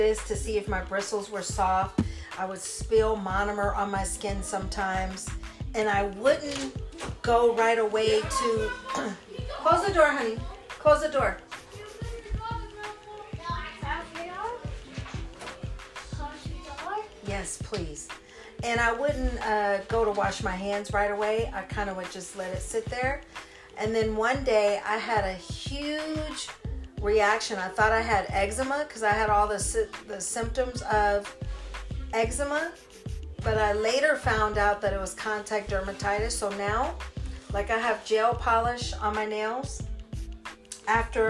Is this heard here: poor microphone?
yes